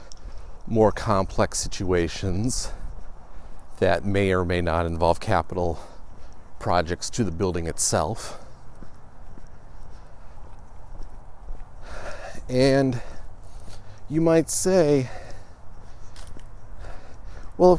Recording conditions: outdoors